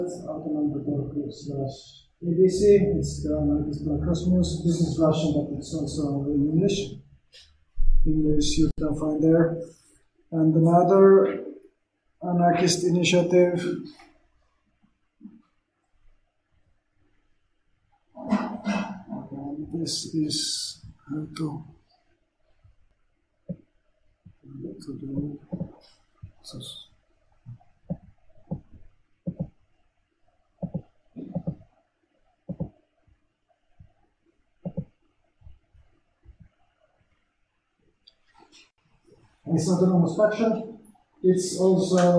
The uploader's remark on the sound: Sorry for sound quality issues, my mic had a malfunction the same day and could not find a replacement on short notice.